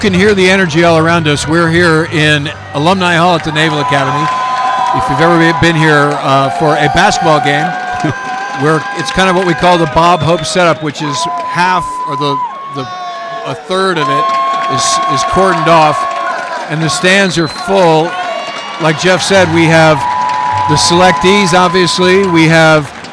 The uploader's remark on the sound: Live from USNA's Ship Selection Night. All the action live from the Naval Academy's Ship Selection Night.